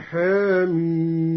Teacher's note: قرأ الدوري بتقليل الحاء في حميم هكذا